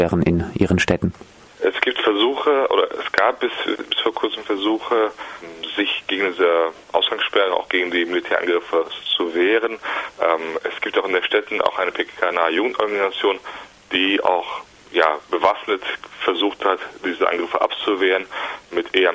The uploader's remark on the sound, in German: Telefoninterview aus Cizre.